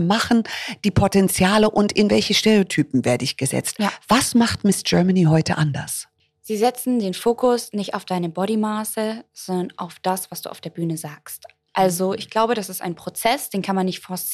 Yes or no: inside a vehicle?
no